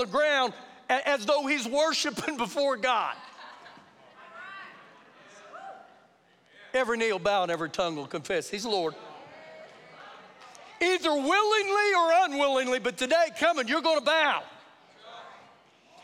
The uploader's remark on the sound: Recorded live during our Sunday morning service